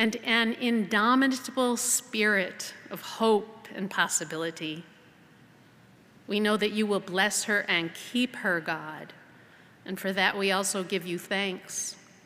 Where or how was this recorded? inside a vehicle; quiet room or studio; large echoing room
large echoing room